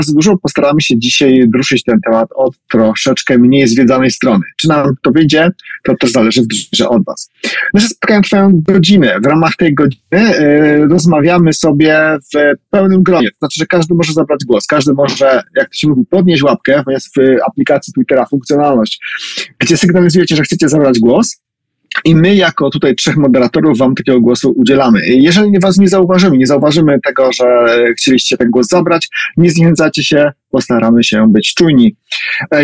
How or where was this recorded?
video call